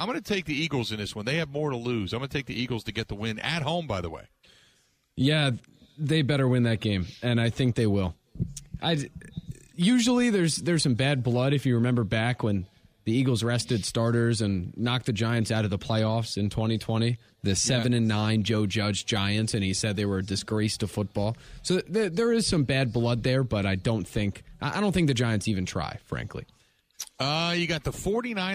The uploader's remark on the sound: live at The Mecca in the Deer District